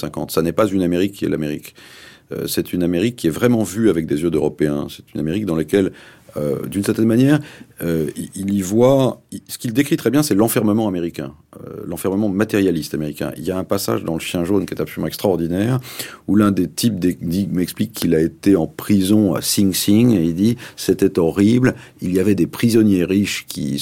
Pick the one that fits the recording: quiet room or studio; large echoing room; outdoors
quiet room or studio